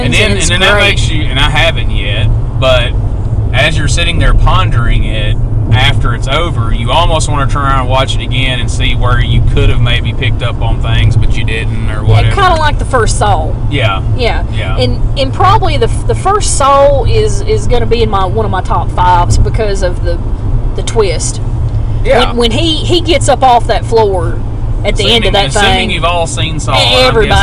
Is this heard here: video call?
no